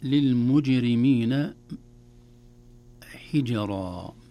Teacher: في العجمية، مثلا يقول للمجرمين حجرا إذا جاء، نقول لا ولا، هذه الرخاوة في الجيم ليست من فصاحة الجيم، الجيم حرف شديد